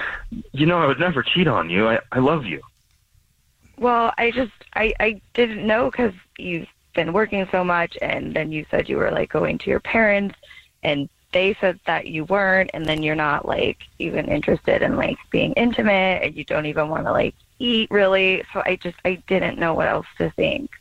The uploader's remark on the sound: Someone calls The Jubal Show because they think that their partner is cheating so we call them. We have a listener on the phone.